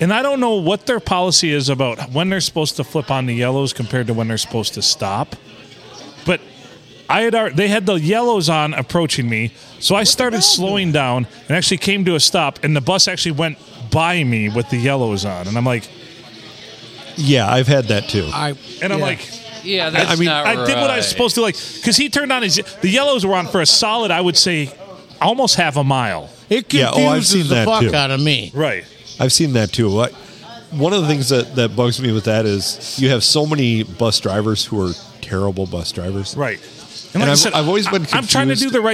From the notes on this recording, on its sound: Recorded at the Blue Water Sports Bar and Grill in the lovely town of Port Sanilac.